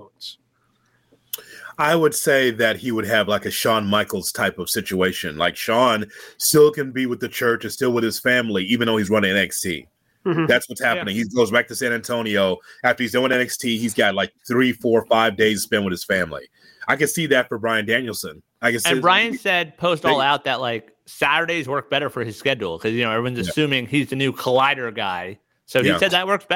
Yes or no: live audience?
no